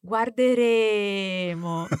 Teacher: In the future, guarderemo, because there is no double consonant, we can say that we can drag that E a little bit longer.